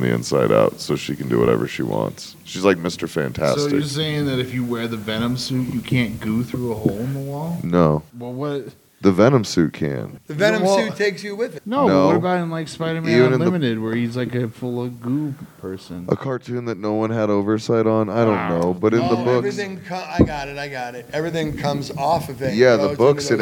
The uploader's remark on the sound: The Geeks were at the Chief Comedy Festival, located in Trinidad, Colorado.